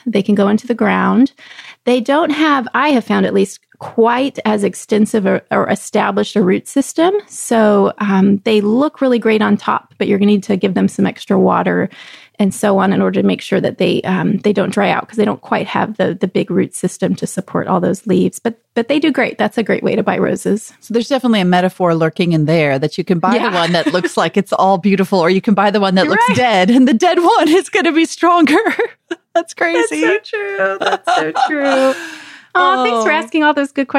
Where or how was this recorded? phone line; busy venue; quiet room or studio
quiet room or studio